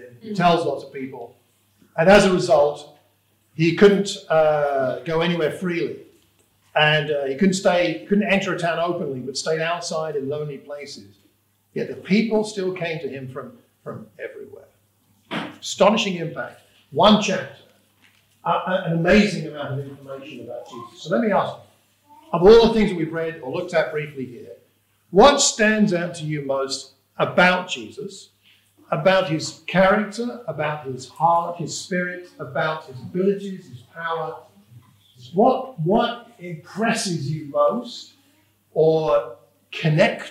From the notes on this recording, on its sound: This is a sermon preached for the Watford Church of Christ.